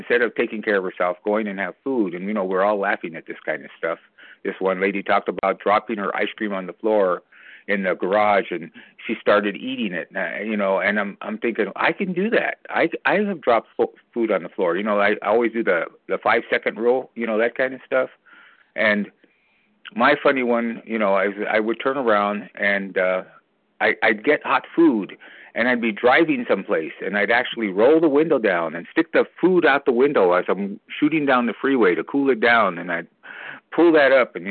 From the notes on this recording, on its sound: co-share from the 100 Pounders Phone Meeting